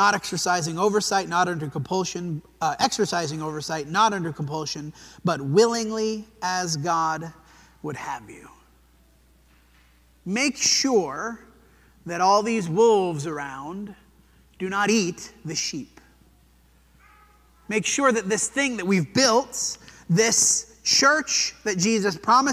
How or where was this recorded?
large echoing room